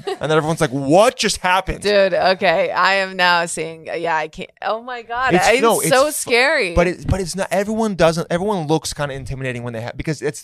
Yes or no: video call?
no